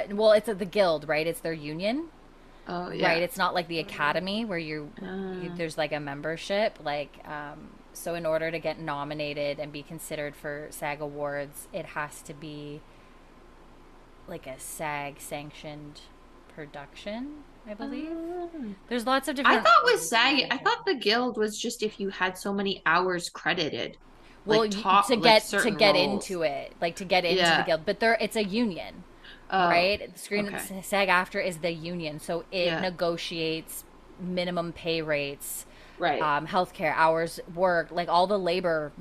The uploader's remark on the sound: Sorry for the slight buzzing you may hear in the background…..it was the air conditioner and I thought the mic wouldn’t pick it up.